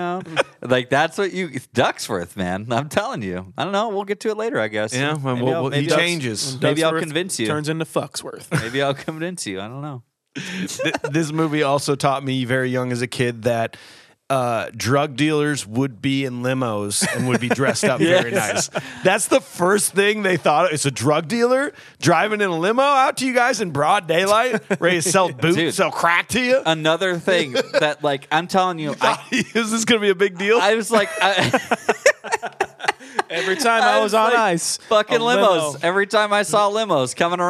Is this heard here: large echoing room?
no